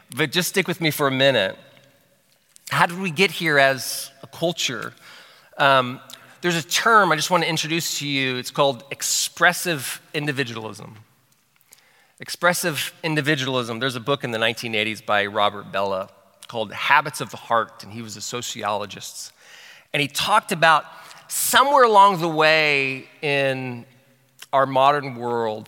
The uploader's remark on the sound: From Session One of our 2023 City Life Discipleship Conference